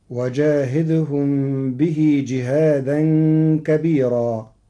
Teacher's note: قرأ ورش كلمة كبيرة بترقيق الراء المنصوبة المنونة وصلا ووقفا لوجود ياء ساكنة قبلها